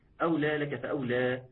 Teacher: أنا مجرد ضميت الشفايف، ومع ضم الشفتين دول واندفاع الصوت خلاص جالنا إحساس بالواو. إنما الزمن بتاع الواو والصفات بتاعته، الترقيق والرخاوة وجريان الصوت، ده محتاج دقة وتأني.